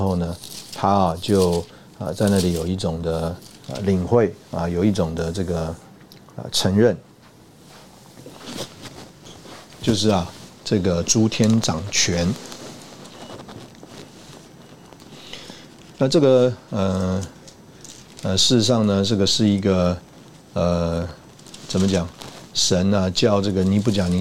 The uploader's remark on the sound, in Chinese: 本集節目錄製時有雜音，造成收聽不便，敬請見諒。